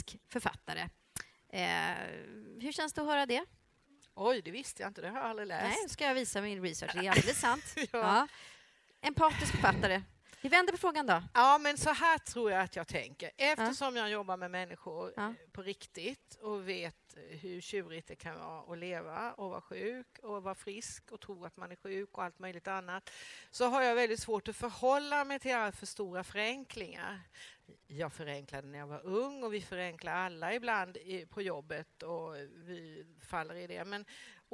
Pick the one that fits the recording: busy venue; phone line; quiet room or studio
busy venue